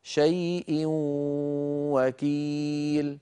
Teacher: أدغمنا التنوين في الواو فصار النطق بواو مشددة، لكن الواو الأولى من الواو المشددة مصحوبة بغنة